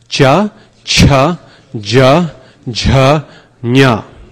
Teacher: The second one, talavyas, are the palatals, and this is right above your tongue, okay, the roof of your mouth, where you're rubbing gently.